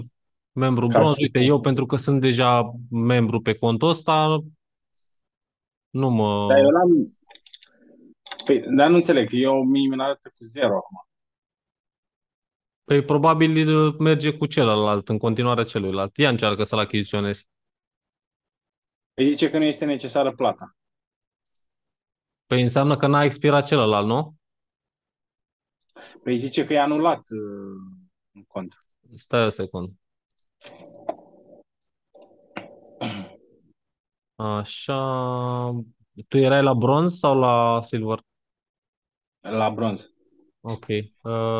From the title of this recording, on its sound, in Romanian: Conferinta Zoom Saptamanala EcomSchool